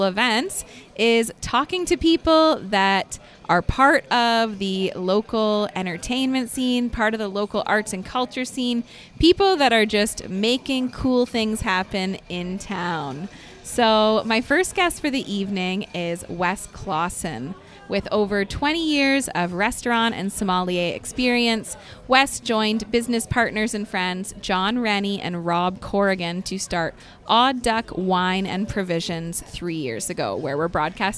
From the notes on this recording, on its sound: LIVE from Odd Duck Wine and Provisions. The newly opened Odd Duck Wine and Provisions restaurant and bottle shop in Downtown Kitchener.